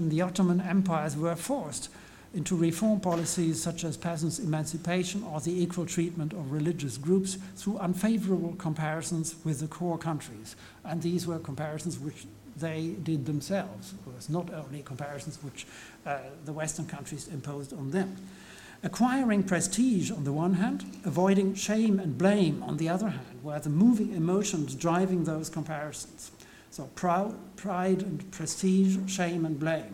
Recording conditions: large echoing room